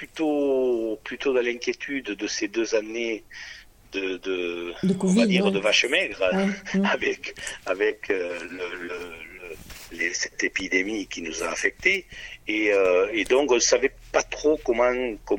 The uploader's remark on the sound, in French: Entretien téléphonique